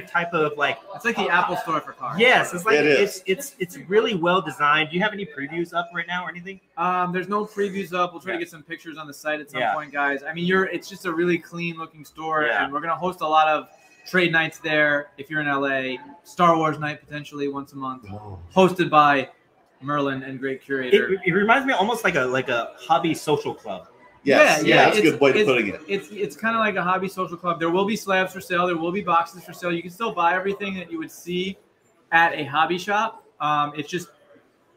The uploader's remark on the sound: LIVE FROM THE UNION MARKETPLACE CARD SHOW AT DEL MAR, CA FAIRGROUNDS AND RACETRACK